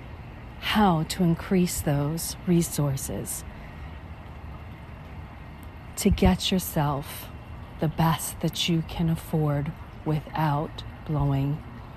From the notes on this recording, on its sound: On the walking paths at the Spring Preserve in Las Vegas, Nevada, USA. This is a special on location Walk and Talk of our Mindfulness Summer Tour 2022.